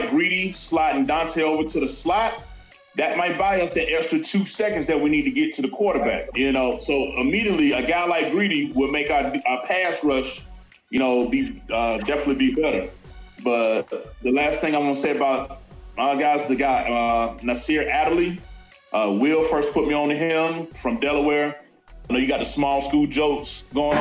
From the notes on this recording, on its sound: Our sound quality isn't the greatest just yet.